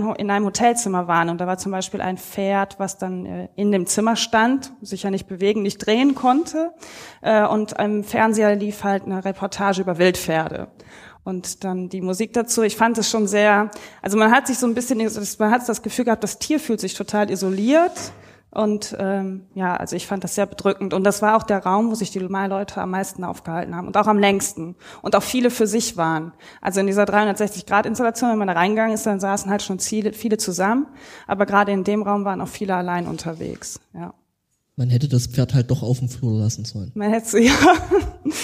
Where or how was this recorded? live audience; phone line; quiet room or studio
live audience